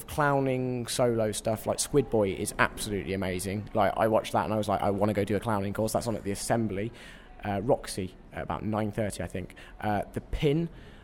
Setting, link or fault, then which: setting, busy venue